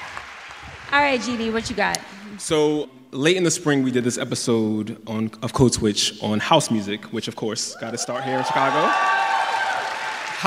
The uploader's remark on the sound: Live From Chicago